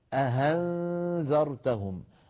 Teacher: الذي ممكن يقع فيه من يريد أن يسهل الهمزة أن يقلبها هاء فيقول أأنذرتهم، هذا قلب الهمزة المسهلة هاء سببه عدم الإتقان، سببه